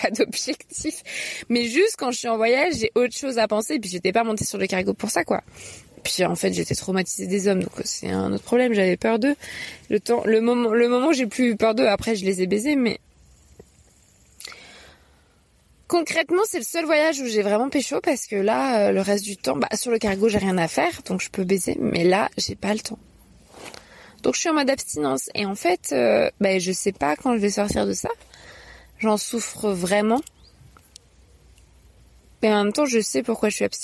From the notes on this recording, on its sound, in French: enregistré en août 2020, sur mon chemin en Normandie